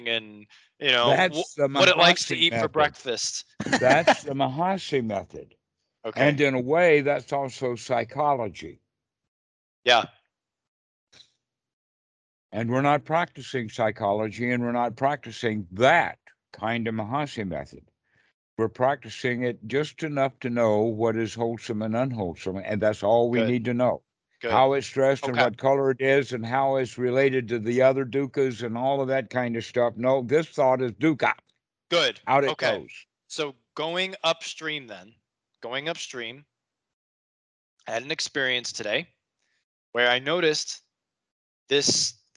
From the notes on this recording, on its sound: skype calls on this channel